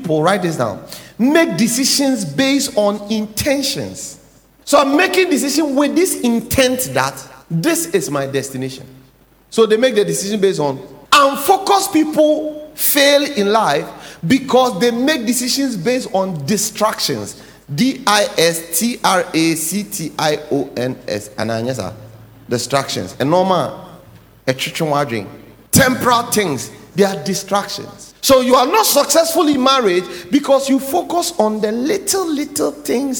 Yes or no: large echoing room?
yes